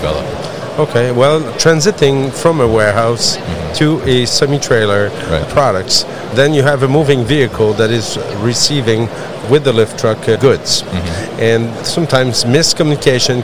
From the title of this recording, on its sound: GMR Safety at MODEX 2022